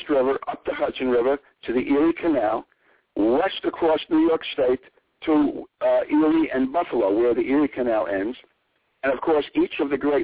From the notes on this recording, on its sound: calls in this evening